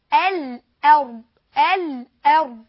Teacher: رابع شيء، كلمة الأرض ما أقولش الأرض، الأرض الأرض بترقيق اللام وترقيق الهمزة، يعني هاتان الحرفان من الحروف المرققة، فلذلك لابد من ترقيقها.